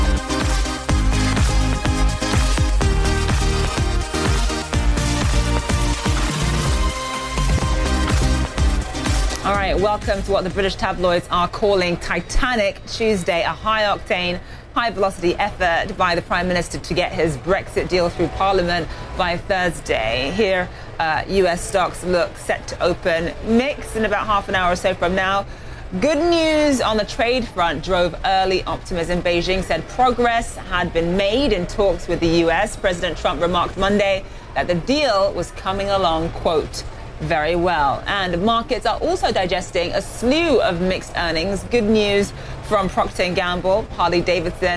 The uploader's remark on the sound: live from the New York Stock Exchange